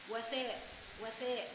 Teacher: شايف الالف بتاعتنا مكسوره ازاي وفاء وفاء ميل عند الياء